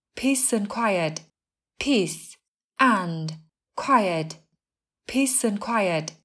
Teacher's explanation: từ and thường được phát âm là an, không có âm t